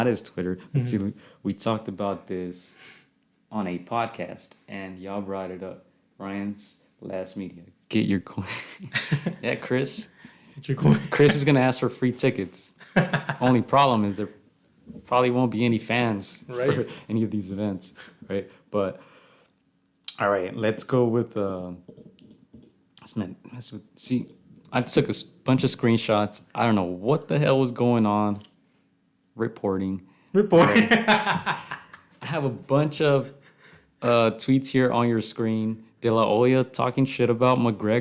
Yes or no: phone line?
no